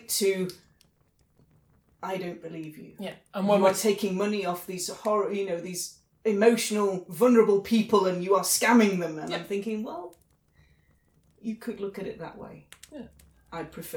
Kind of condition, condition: fault, sounds in the background